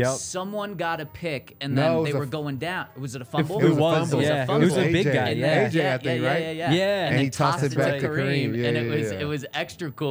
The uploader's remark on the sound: coming to you LIVE from the DNVR Bar